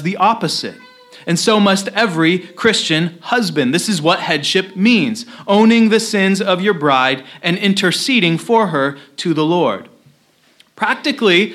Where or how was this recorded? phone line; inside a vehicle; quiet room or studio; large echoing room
large echoing room